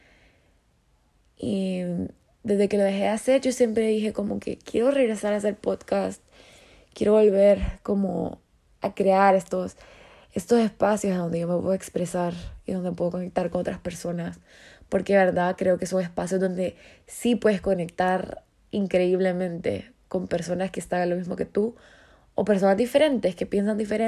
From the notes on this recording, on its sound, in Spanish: Nada de guión todo desde mi corazón y sueños grabado una noche random a las 12:21 AM from my iphone.